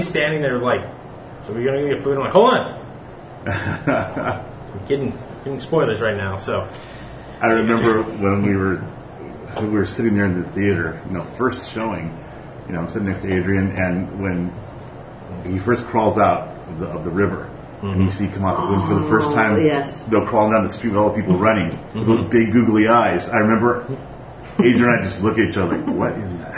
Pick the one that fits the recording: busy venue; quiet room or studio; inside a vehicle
busy venue